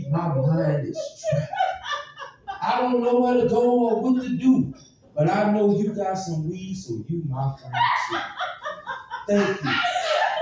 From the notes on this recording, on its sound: Live at Boomerang Comedy Theater pt 2. Part two of a two night show event.